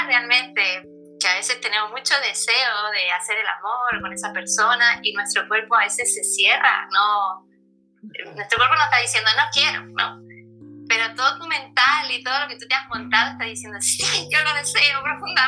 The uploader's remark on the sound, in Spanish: Charla vía Streaming, Instagram Live